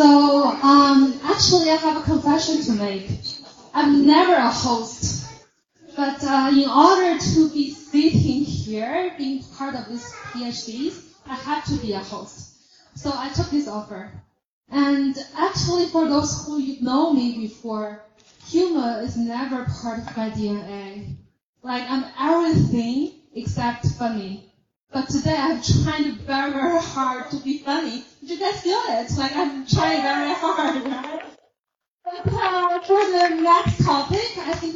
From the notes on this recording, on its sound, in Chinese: 原声现场｜中非文化沙龙。上海中非关系研究网络（ China-Africa Shanghai International Network ， CASIN ）在上海举办了第二场中非文化沙龙。本期播客受权分享演讲部分的现场录音。